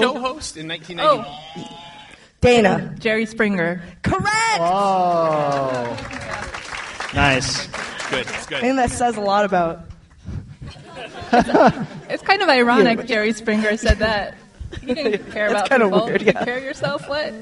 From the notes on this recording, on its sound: We held our first ever live event and it was awesome! We're releasing half of our live show as this week's episode.